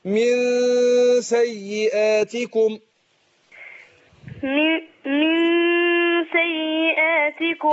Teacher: أو الإخفاء النون عند السين من سا. هنا إخفاء طبعا مع الغنة حركتين